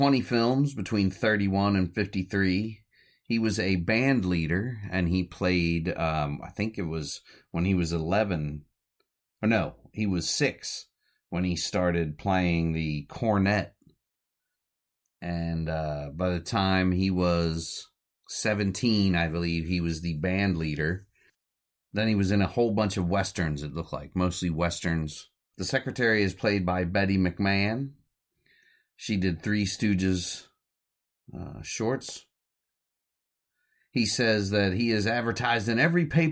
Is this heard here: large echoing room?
no